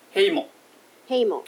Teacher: 後ろから2番目の母音にアクセントがあるのでヘのとこにあるんですね